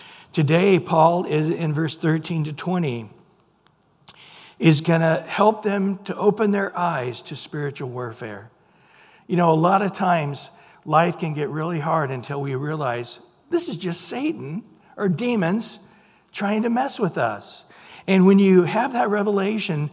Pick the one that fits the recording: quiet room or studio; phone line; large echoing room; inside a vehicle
large echoing room